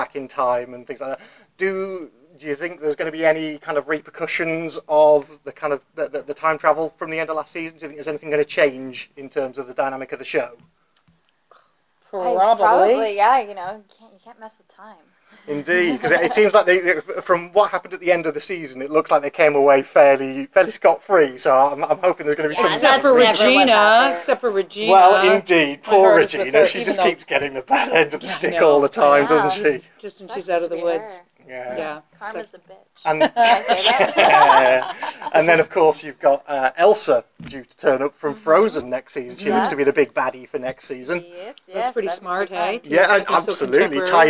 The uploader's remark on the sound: This is the second of my minicasts recorded at the MCM London Comic Con the other week.